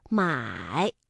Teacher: 三声我们在读音的时候呢是先降下来然后再扬上去